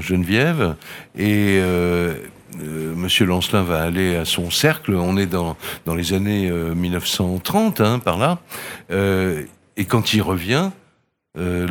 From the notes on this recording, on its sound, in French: Faites Lire 2022. Sur les radios de la FRAMA en direct du salon du livre dimanche 2 octobre 2022.